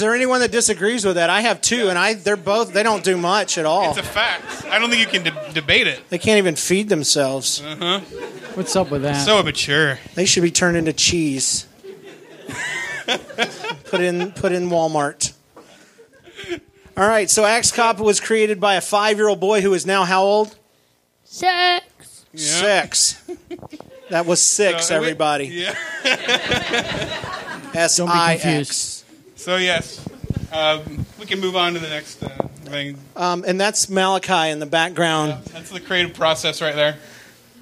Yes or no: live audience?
yes